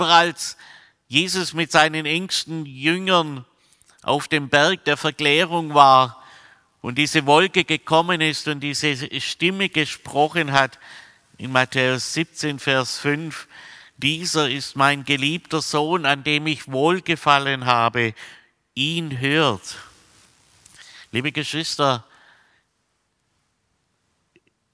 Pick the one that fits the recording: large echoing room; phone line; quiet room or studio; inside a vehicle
large echoing room